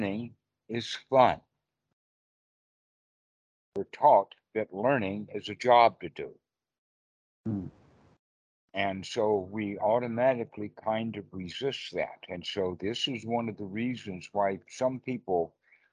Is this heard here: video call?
yes